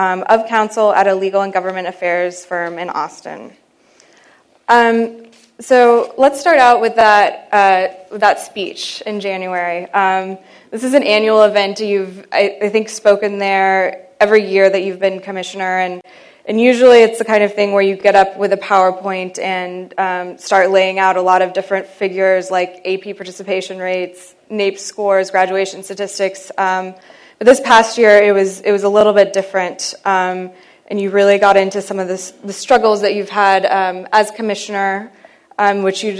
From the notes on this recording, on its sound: at The Texas Tribune Festival on September 22, 2012